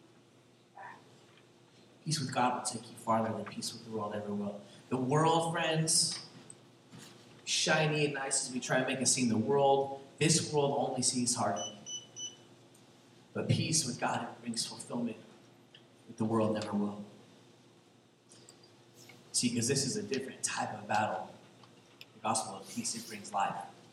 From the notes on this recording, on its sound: there was a mixup with our recording interface this week, so the audio isn't as clear as usual.